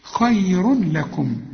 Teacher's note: كل تنوين في القرآن، التنوين اللي هو بيتولد من الضمتين دول، خير يجي بعده لام ما تغنش، خير لكم، إدغام كامل بدون غنة